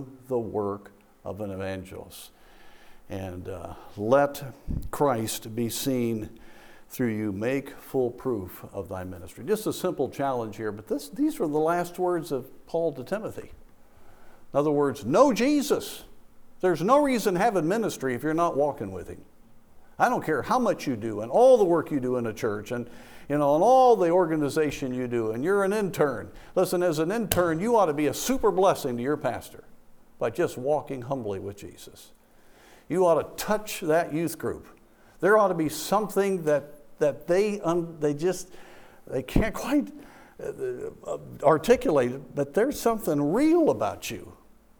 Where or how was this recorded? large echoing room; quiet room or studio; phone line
large echoing room